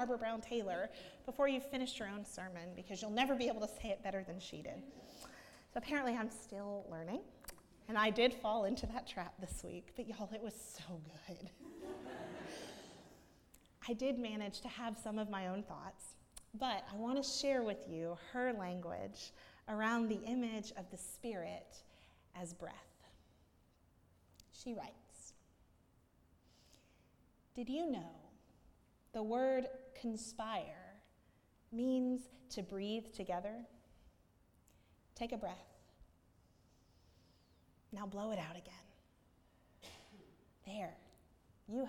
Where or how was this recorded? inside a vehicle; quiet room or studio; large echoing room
large echoing room